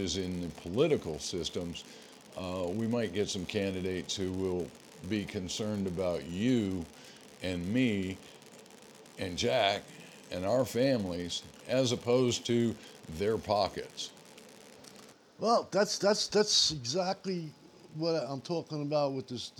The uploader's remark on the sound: We are still working through the issues associated with equipment and recording. Please overlook the noise associated with my microphone being a bit noisy.